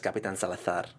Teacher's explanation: he pronounces his S's like T-H's